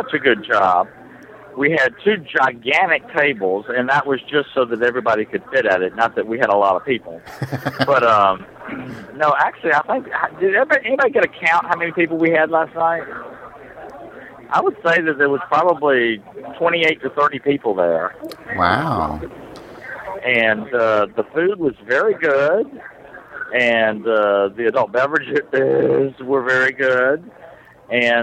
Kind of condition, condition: setting, busy venue